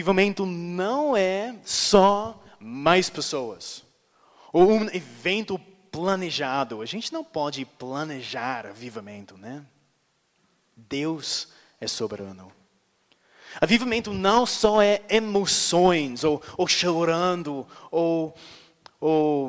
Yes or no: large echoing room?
yes